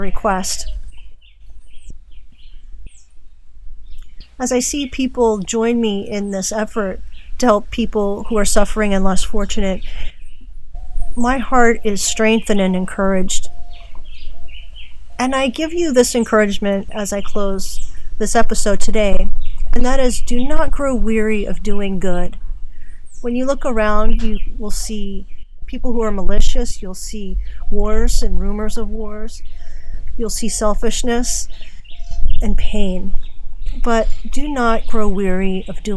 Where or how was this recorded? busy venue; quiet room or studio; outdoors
outdoors